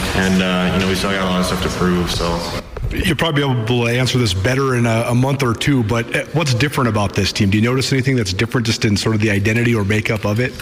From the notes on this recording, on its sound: LIVE from downtown Bozeman after Montana State's football media day.